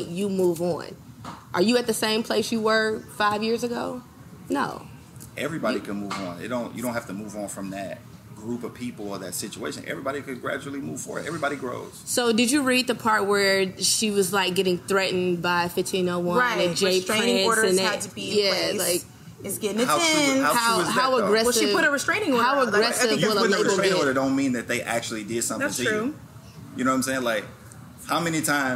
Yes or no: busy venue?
yes